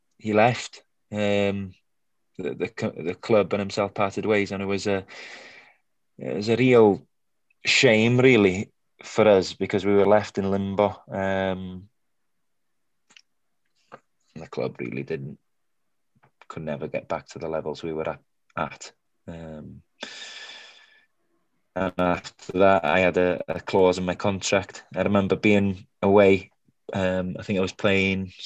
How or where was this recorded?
video call